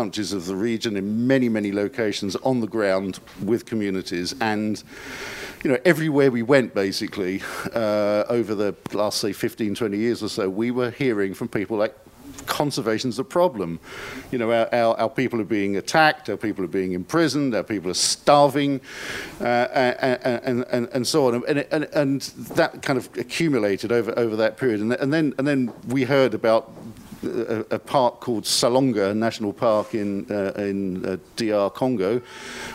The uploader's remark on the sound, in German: Panel zur Tagung «Vom Aussterben bedroht?